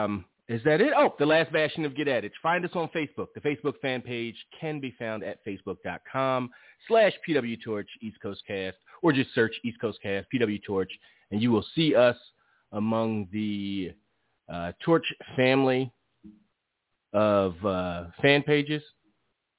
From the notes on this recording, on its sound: Live phone calls and more.